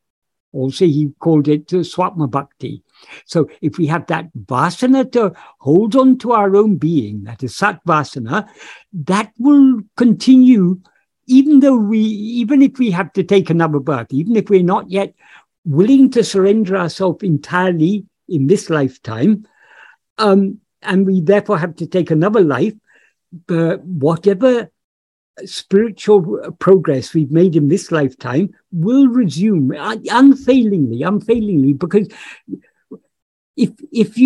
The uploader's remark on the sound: In a Zoom meeting with Ramana Kendra, Delhi, on 14th August 2022.